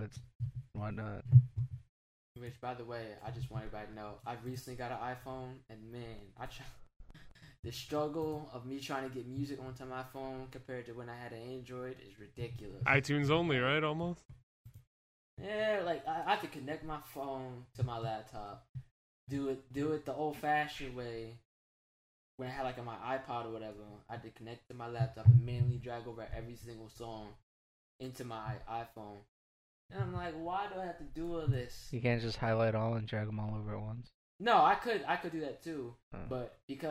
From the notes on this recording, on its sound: Pants audio done messed up!